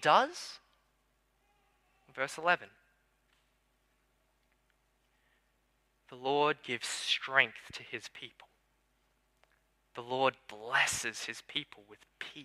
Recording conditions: large echoing room